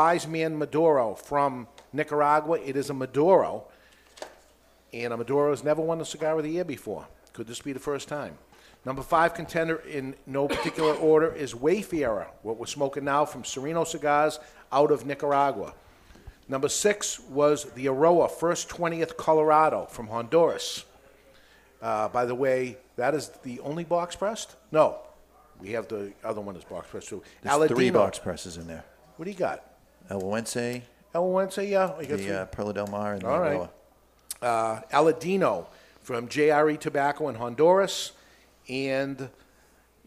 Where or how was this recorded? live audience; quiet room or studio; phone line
live audience